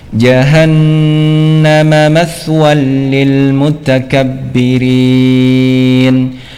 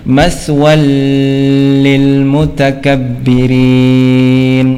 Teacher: bacaan idgham bila gunnah, ya, tanwin bertemu dengan lam. · Shown in: first take